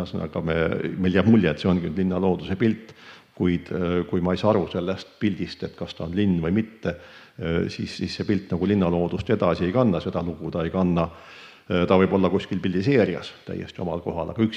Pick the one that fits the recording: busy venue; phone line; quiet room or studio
busy venue